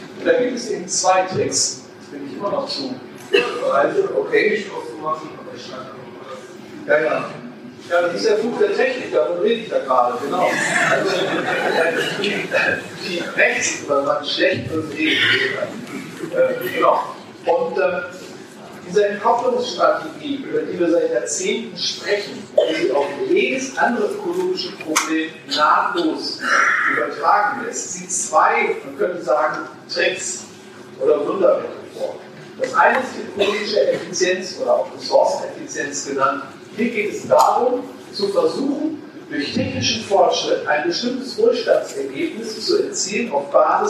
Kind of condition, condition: fault, poor sound quality